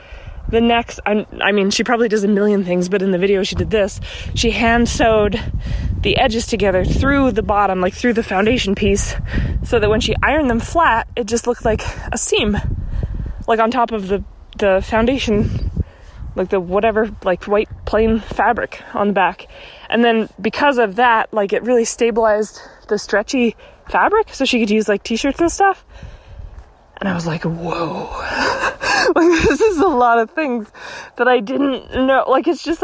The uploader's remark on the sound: Another walking episode!